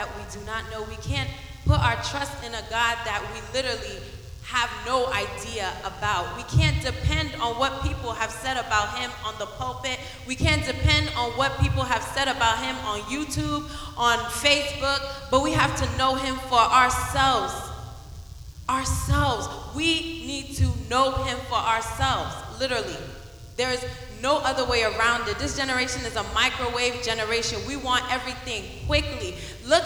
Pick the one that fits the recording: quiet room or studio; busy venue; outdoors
busy venue